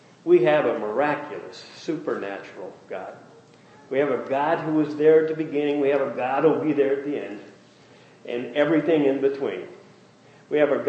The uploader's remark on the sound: Message preached during first Family Day service.